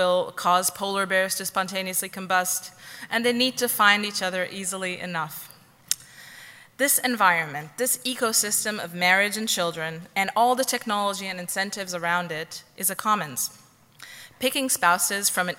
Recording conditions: live audience